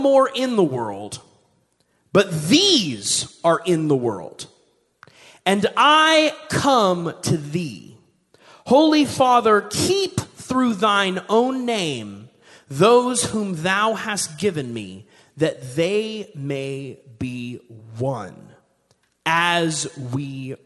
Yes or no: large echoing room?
yes